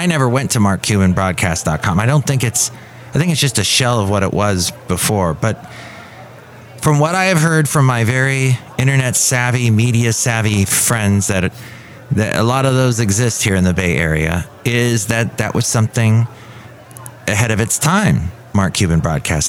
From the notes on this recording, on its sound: podcasts live from Café Anyway